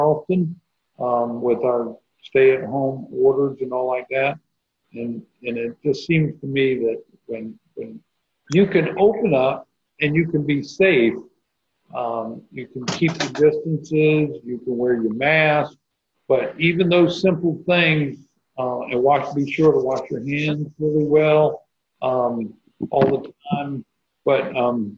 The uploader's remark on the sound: Joined the ANN crew for a group interview over Zoom.